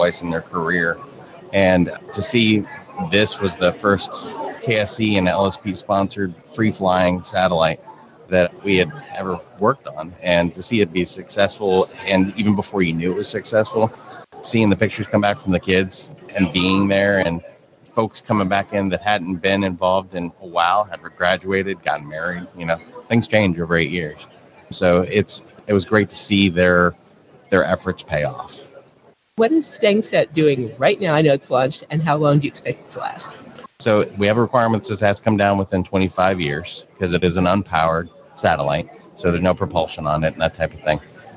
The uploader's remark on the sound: An Over Coffee® special-edition podcast, recorded onsite at Podcast Movement 2019.